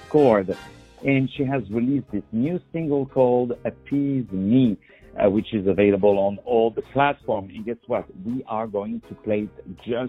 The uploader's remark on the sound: On the phone